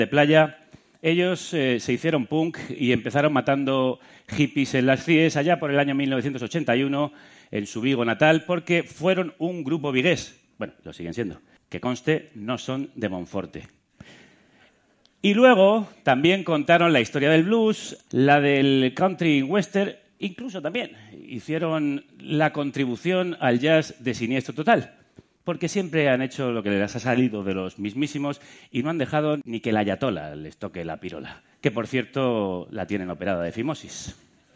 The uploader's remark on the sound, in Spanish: Especial grabado desde el Centro Dramático Galego de Santiago de Compostela, nueva parada del #EnCrudoyEnDirecto: el formato de conciertos y entrevistas íntimas de Carne Cruda llega a tu ciudad.